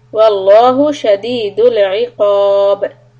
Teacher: stop with a قلقلة on ba